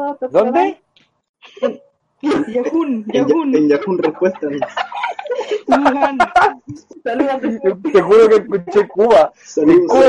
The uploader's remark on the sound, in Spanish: Audio caca. El audio es una soberana caquita.